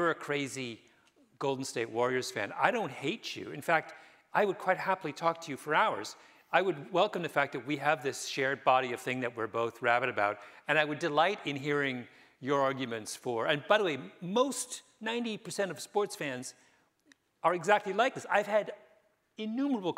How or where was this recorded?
live audience